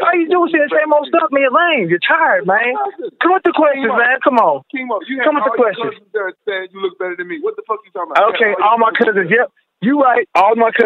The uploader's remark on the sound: The audio from the Bellator 175 call.